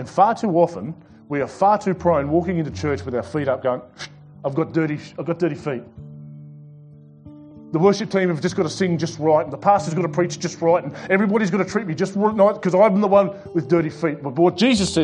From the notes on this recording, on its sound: This sermon was preached at The Rock Christian Church on Sunday 21st February 2021.